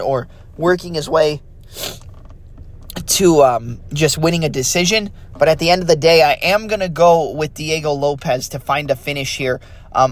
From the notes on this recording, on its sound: Had to record this off my phone, so sorry for any audio inconsistencies